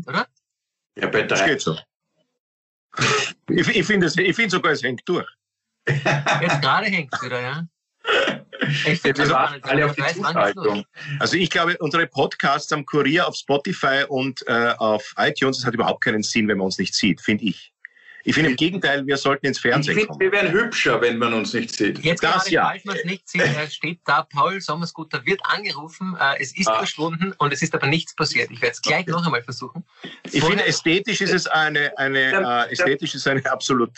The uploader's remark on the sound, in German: Weil das aktuell nicht möglich ist, finden sie ihr Publikum, indem sie einander via Skype am Abend beim Reden zusehen.